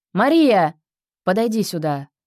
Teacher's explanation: Высокий тон в начале, затем резкое понижение. · Term: Звательная интонация